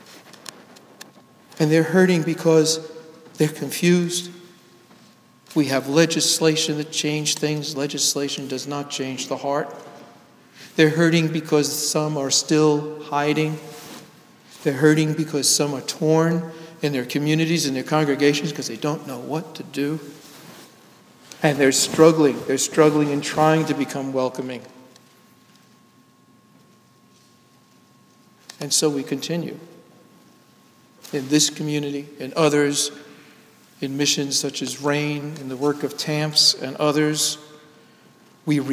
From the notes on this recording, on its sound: Sermon delivered at Downtown United Presbyterian Church Rochester, NY